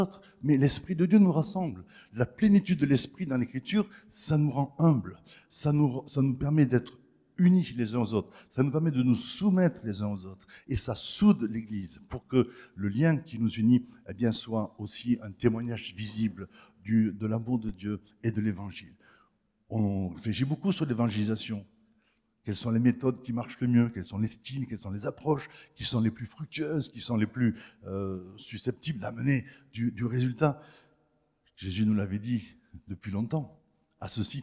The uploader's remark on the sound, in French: Enregistré à l'église CVV, le 26/03/2023.